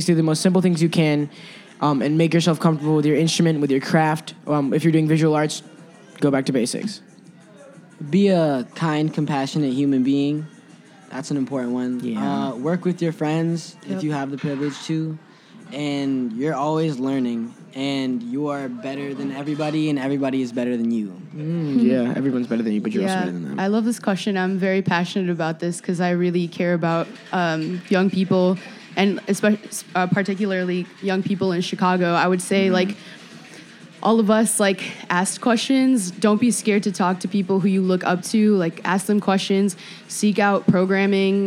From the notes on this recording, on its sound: broadcast live at Virgin Hotels